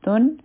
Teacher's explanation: د کرتون په تا کې چې کوم اخري اواز د نون ساکن دی دا به ظاهروو · Term: اظهار